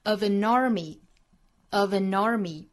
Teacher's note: 它其实是一个浊辅音，应该是一个 v 的发音，尤其后面遇到元音了，它肯定是浊音了